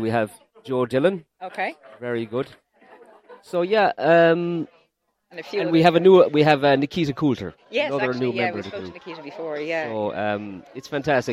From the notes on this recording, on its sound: LIVE FROM the Ogonnelloe exchange. Outside broadcast in association with Michael Long Construction.